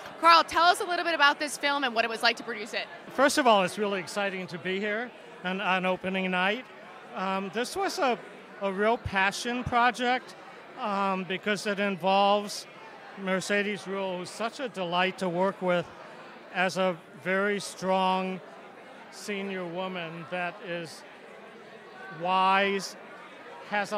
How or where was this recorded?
busy venue